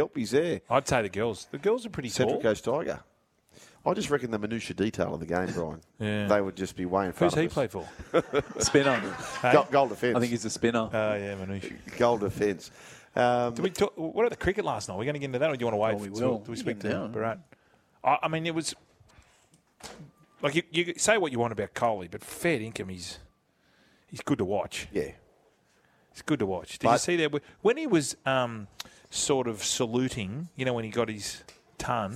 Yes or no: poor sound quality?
no